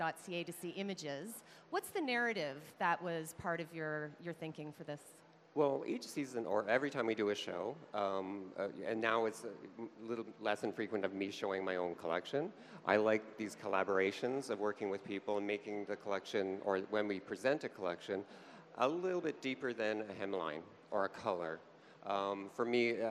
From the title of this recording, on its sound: LIVE at Toronto Fashion Week